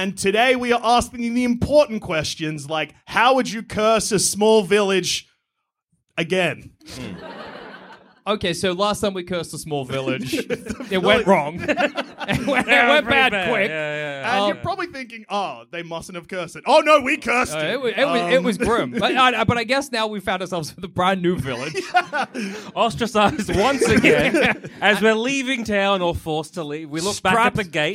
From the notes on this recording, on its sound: Recorded live at Comedy Republic 2022.